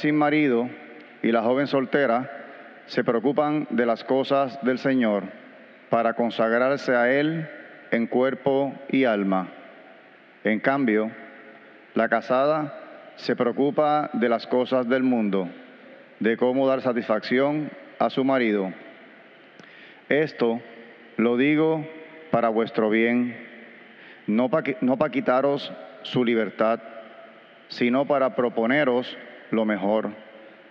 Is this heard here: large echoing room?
yes